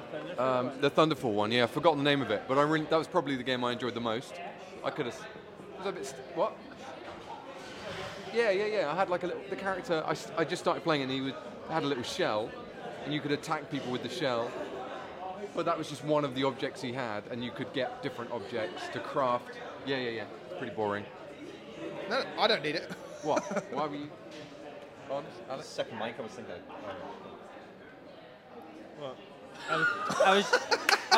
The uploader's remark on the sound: EGX 2022 LIVE!